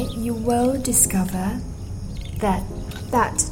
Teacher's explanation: 接下来 you will discover that 中的 t 省掉